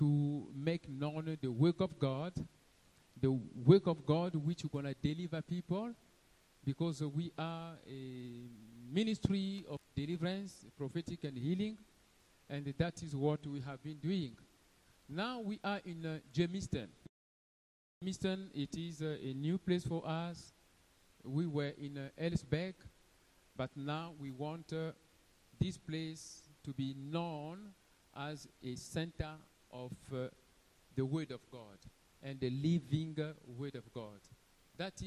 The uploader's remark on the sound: Sunday Live Service - Service Dominical en Direct.